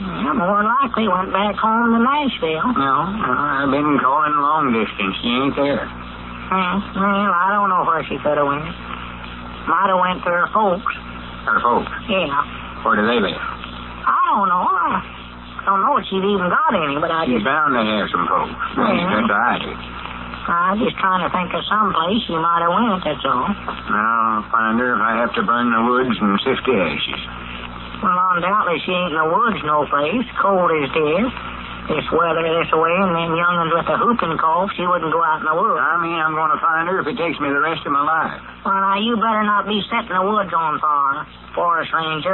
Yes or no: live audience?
no